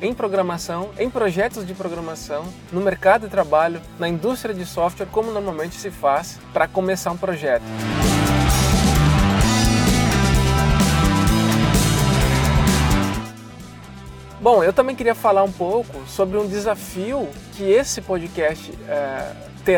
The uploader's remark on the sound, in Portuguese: Esse podcast é gravado durante o meu deslocamento no trânsito do Recife, dentro do carro enquanto dirijo por aqui.